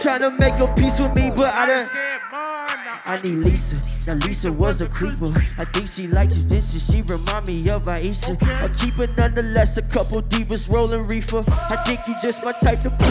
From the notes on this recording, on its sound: at Square Cat Vinyl as a part of the Chreece 5 festival on August 24, 2019.